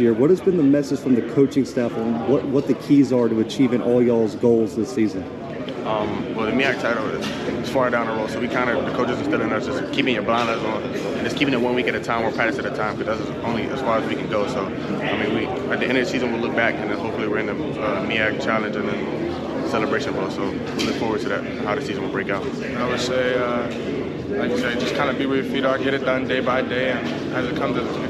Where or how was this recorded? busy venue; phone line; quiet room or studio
busy venue